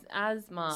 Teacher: So instead of it being Asma, which sounds a bit like asthma, then it's become Asma with a Z because I wanted to get it away from the S